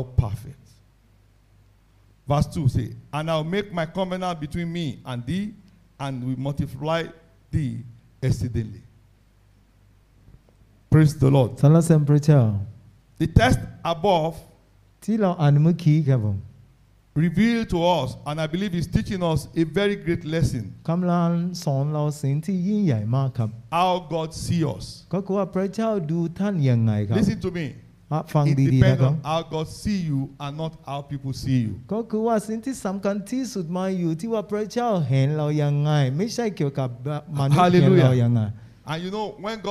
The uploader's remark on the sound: This sermon was Preached Live. With Thai Translation.